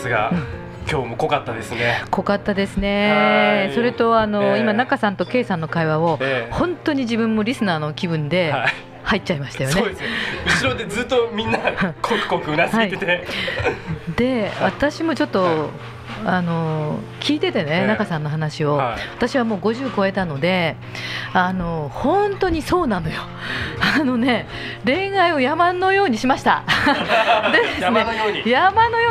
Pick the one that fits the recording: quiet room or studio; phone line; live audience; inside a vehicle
live audience